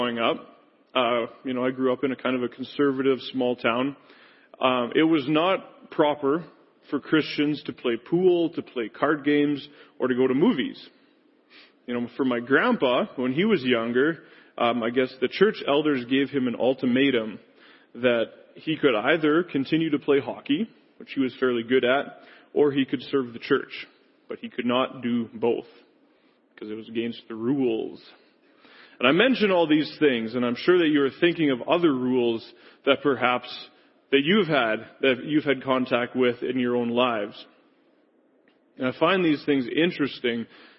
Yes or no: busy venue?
no